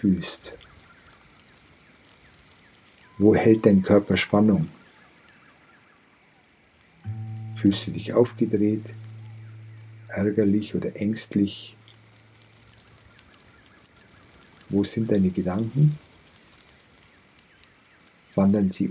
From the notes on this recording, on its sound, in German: In dieser Folge hörst du eine Aufnahme, die ich im Regenwald gemacht habe. Die hochwertige Audio-Aufnahmen, die ich in Indien gemacht habe umfasst das volle hörbare Klangspektrum.